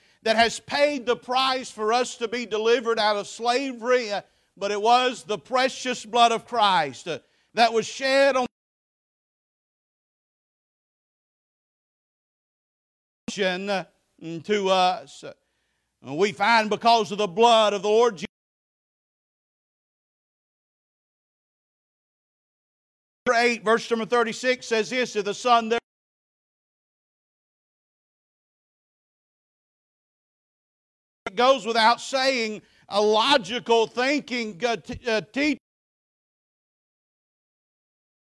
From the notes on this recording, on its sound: Preached at Faith Baptist Church 9/17/23